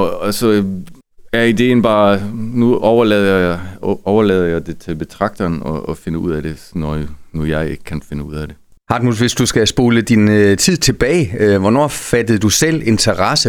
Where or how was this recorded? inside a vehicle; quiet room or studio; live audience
quiet room or studio